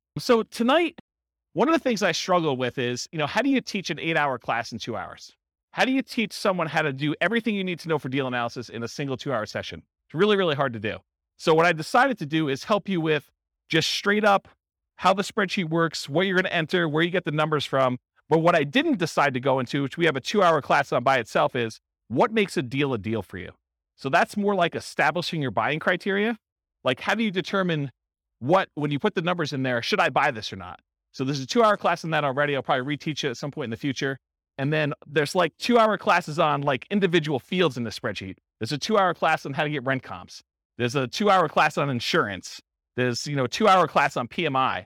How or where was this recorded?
live audience